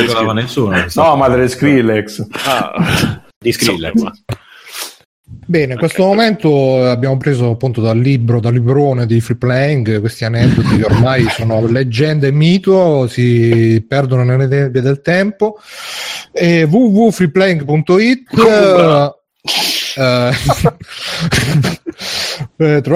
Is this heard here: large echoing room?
no